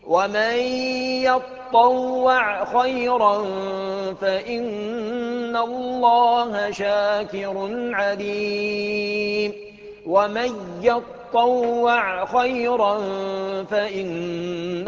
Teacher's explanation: يقرأها حمزة والكسائي بالياء المفتوحة والطاء المشددة المفتوحة والعين المجزومة